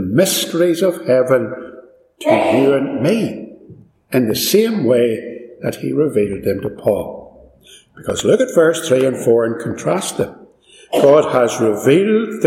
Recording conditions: echo